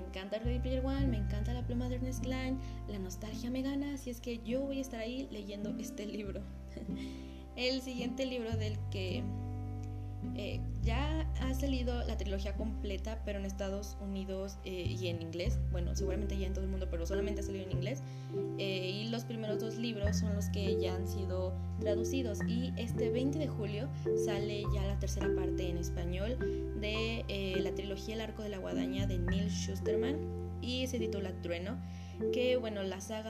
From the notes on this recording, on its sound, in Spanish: Una disculpa por el ruido de la lluvia y por hablar tan rápido. Temía porque comenzara la tormenta.